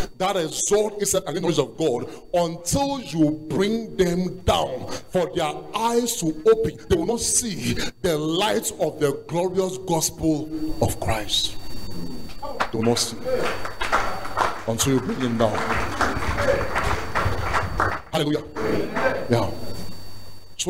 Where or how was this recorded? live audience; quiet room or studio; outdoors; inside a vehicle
live audience